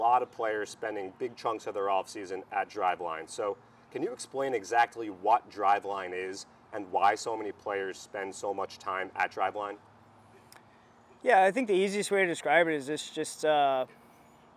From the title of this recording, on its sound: Live From Spring Training